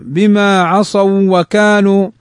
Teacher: لأن الواو قبلها فتح فهي حرف لين